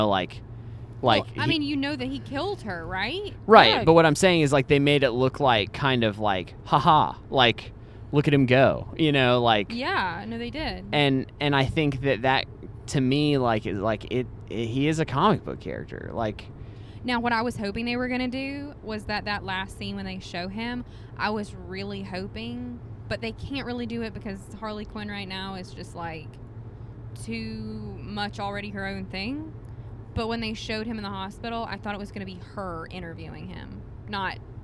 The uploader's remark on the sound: We tried something a little different this time by recording our thoughts while driving home from the movie theater immediately after seeing the film. It's our first 3 person podcast!